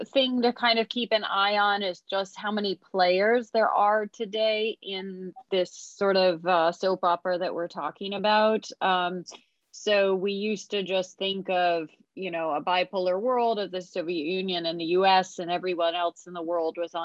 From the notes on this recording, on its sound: This public talk was conducted online via Zoom